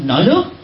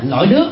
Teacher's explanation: Ví dụ như Hải Dương, Hải Phòng này đó, bị khó khăn đọc L thành N, N thành L · Shown in: first take · Hà Nội. Rồi nổi nước, thay vì là lỗi nước thì là nổi nước à.